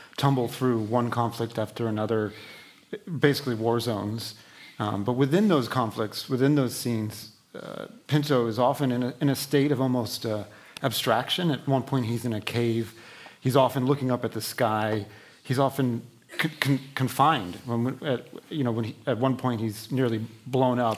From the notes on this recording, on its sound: On stage for a conversation on love in wartime and the explosive power of literature.